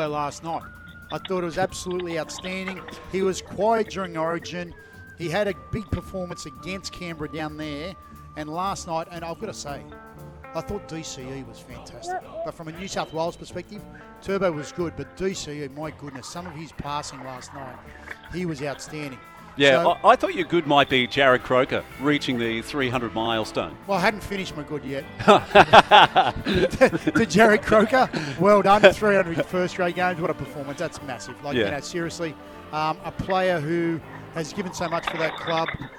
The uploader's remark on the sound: live from Terrigal Basketball Stadium